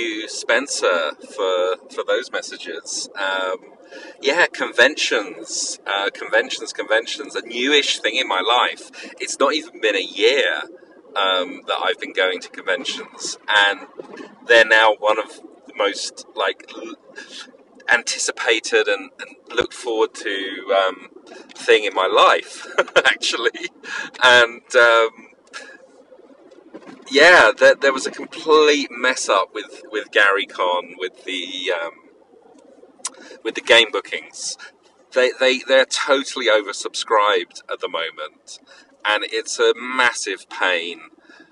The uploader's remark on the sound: A grab bag of an episode with plenty of call-ins. Apologies for the car noise.